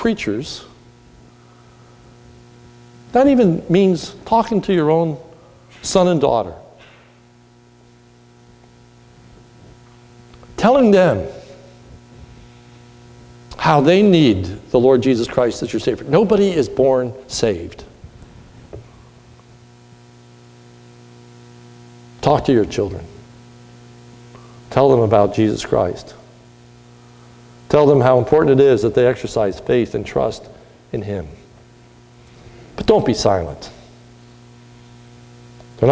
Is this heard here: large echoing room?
yes